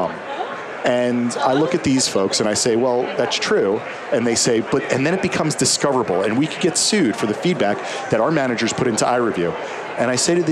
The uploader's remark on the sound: LIVE from Las Vegas, at #HRTechConf